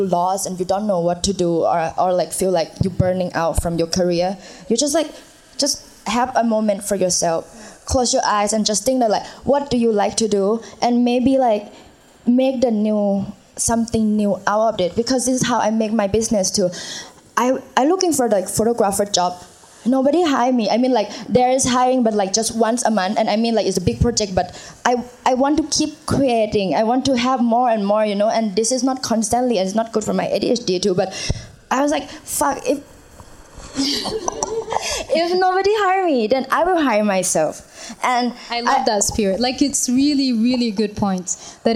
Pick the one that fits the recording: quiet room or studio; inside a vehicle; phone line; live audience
live audience